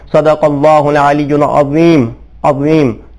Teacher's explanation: जबान की नोक थोड़ी सी बाहर आ रही है लेकिन सेंटर में से ऊपर की तरफ उठेगी, मोटा करके पढ़ेंगे हर्फ वा अदा हो जाएगा।